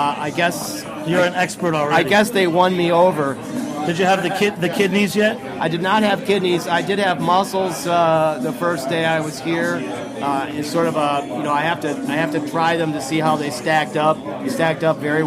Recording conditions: busy venue